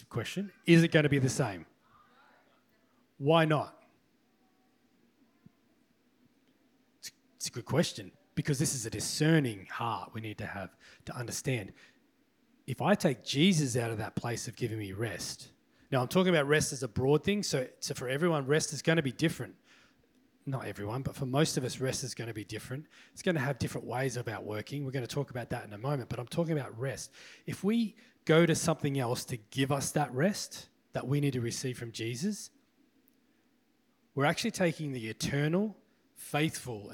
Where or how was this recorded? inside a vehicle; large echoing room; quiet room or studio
large echoing room